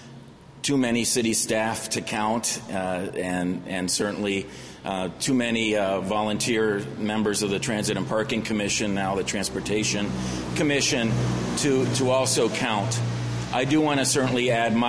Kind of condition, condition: setting, busy venue